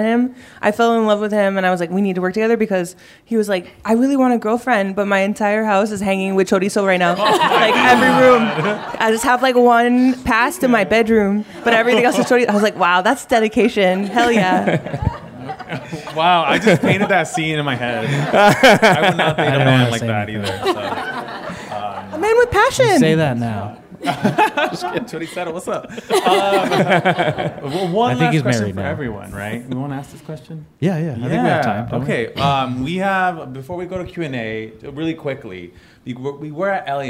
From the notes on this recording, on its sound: It's HTLA's first live special! At the Crawford Family Forum.